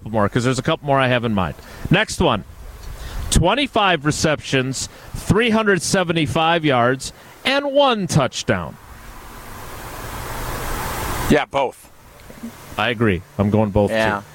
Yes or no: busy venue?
yes